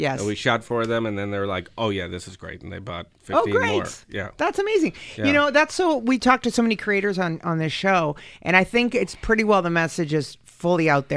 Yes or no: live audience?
no